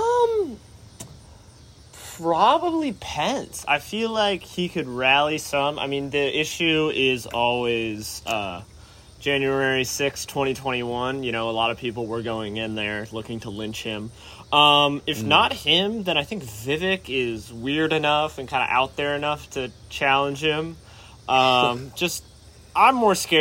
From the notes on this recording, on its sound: Recorded on a deck in Westport immediately following pizza, yuenglings, and a presidential debate.